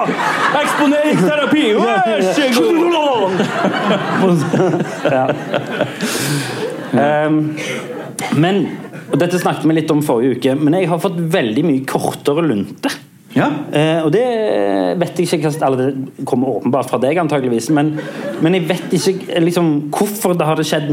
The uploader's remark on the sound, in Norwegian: Vår andre LivePod! Fra et fullsatt Stavangeren!